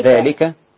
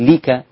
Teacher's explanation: اللام مكسورة بس مش بعدها ياء · Shown in: first take